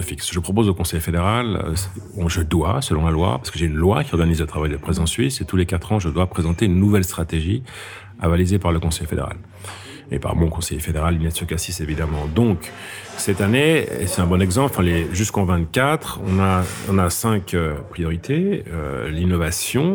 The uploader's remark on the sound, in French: Cette conversation a été enregistrée au Café du Simplon à Lausanne.